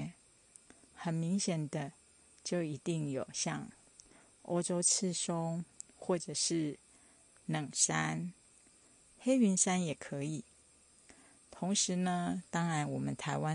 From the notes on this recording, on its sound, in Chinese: 新竹觀霧檜山巨木群森林療癒。在觀霧檜木巨木群步道的現場。